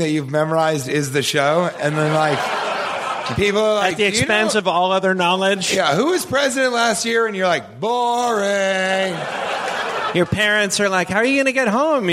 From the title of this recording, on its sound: Live from Portland!